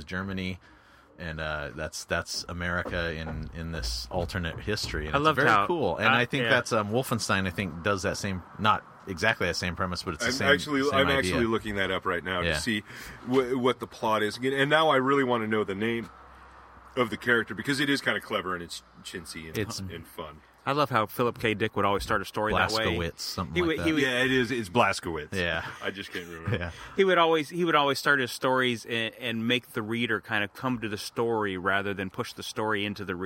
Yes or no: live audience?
no